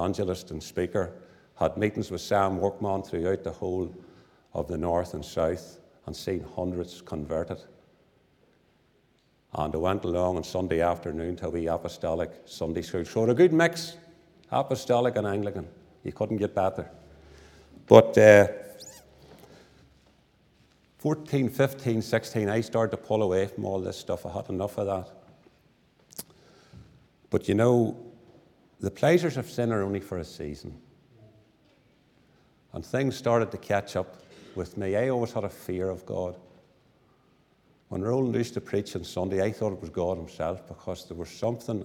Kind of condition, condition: setting, large echoing room